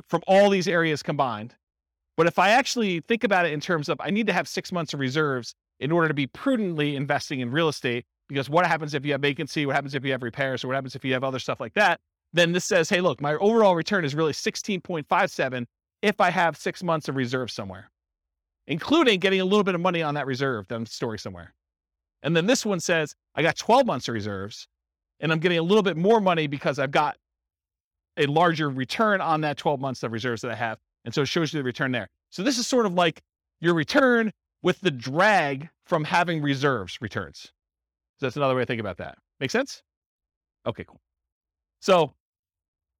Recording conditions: live audience